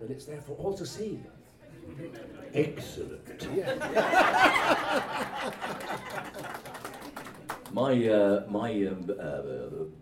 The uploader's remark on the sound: a panel recorded at this year’s BritishFest on June 4, 2017